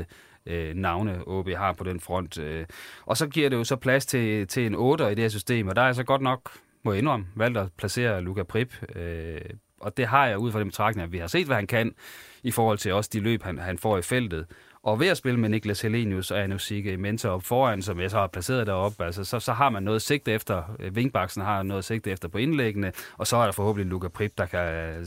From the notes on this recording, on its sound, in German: telefoninterview